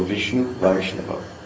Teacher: Another word that way is Vishnu Vaishnava. The I in Vishnu becomes strengthened, so it becomes AI. And then that U for Vishnu has to become an AV to add an A on the end.